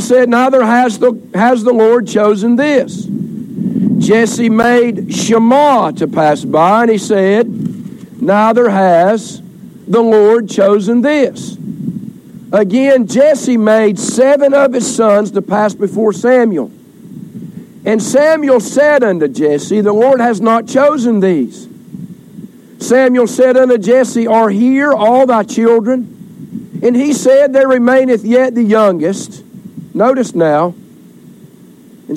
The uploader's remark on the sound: Recorded during Family Day outdoor service